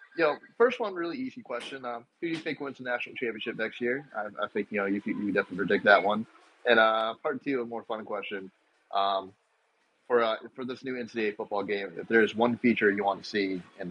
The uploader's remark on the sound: Listener calls and college football conversation recorded on our live show.